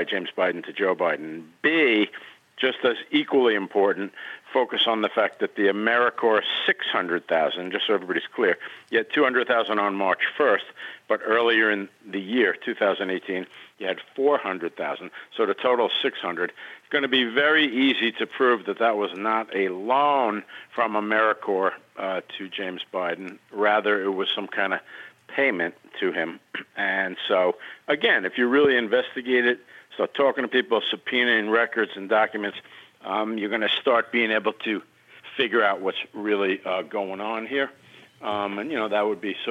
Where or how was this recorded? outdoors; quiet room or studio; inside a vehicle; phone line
phone line